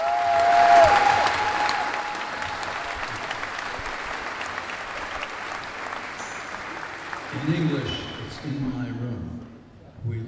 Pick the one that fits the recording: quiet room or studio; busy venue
busy venue